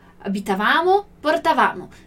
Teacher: sempre o acento é ali no va